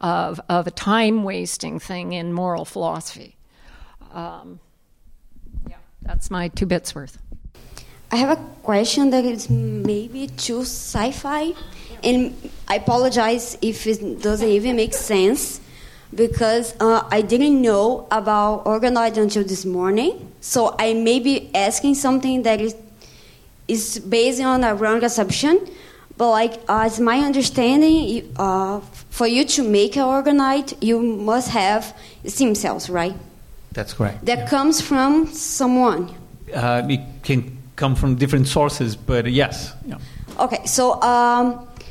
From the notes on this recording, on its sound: Leading voices in philosophy and neuroscience wrap up a conference on the ethics of research using brain organoids with questions from the audience.